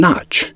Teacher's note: an affricate, a sound that begins as a stop and releases as a fricative